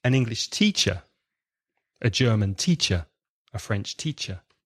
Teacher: So the nationality is not stressed. The profession is stressed.